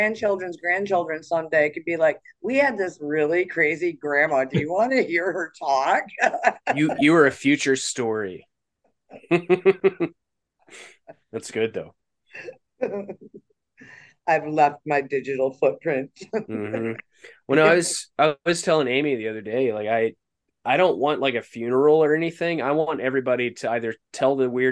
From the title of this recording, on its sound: Winter Solstice Zoom party 2023